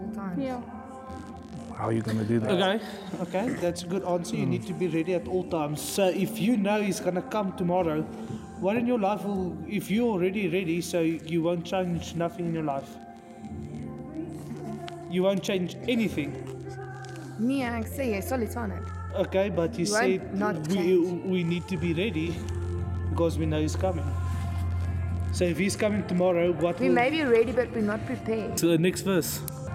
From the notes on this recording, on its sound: We apologize for the background noise, we are doing our best to improve it in future episodes for YOU.